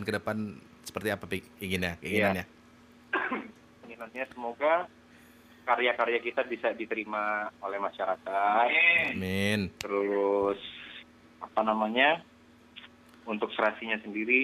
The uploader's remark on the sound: Live Phone. Di studio 101.1 FM.